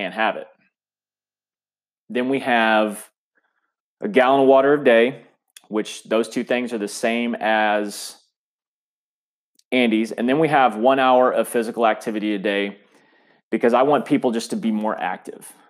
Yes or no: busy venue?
no